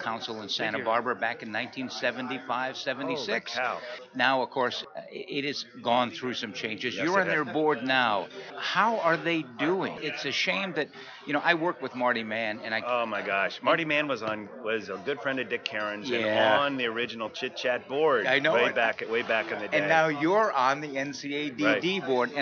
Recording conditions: busy venue